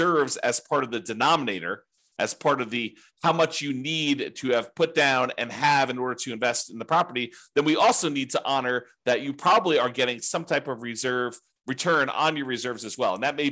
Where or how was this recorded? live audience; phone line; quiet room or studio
quiet room or studio